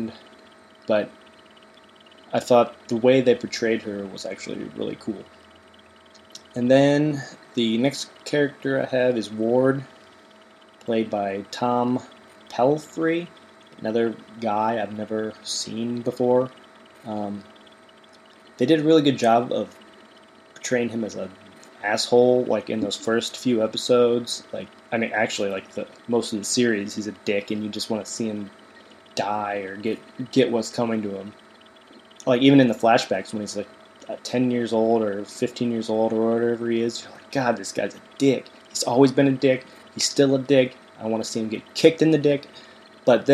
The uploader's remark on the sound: There is a slight buzzing noise coming from the computer fan throughout the episode